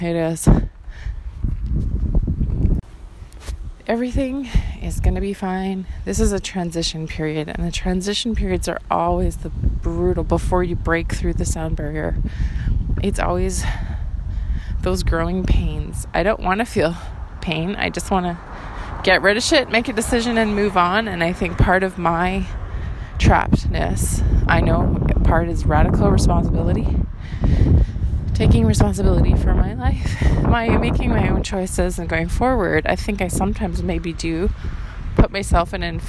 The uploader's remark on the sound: The wind is brutal in this audio walking journal I didn’t think I’d publish.